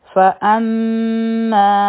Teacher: فأما من طغى، ف یو حرکه، حمزه یو حرکه، میم مشدد دی، دلته کې به مونږ غننه کو او دا به دوه حرکه اوږدوهم